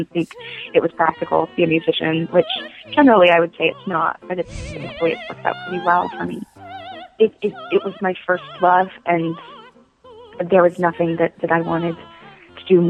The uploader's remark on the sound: spoke by phone with her